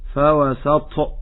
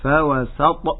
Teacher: فضيلة الشيخ، في الآية الخامسة من سورة العاديات، في قوله تعالى فوسطنا به جمعا، هنا ننتبه إلى حرف الطاء ونقول الطاء لا همس فيه كما نتكلم عن القاف تماما، فلا تقل فوسط، هذا الهواء خطأ، فالطاء حرف مجهور لا هواء فيه · Shown in: second take · فوسط هذا هو الصواب.